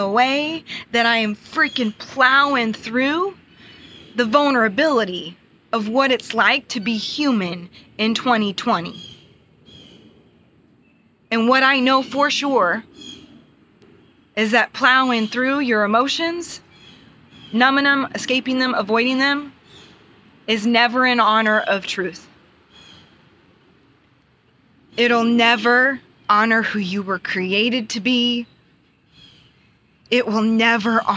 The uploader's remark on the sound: outside, on my phone